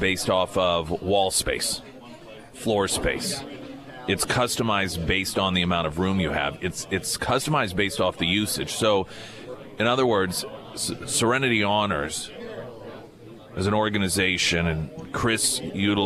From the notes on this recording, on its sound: live at Scramblers Diner for KSGF Heroes Veterans Breakfast